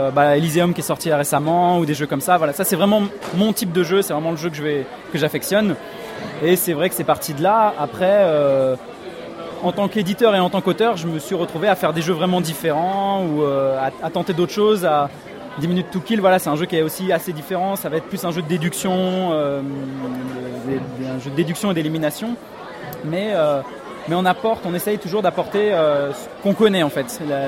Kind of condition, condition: setting, busy venue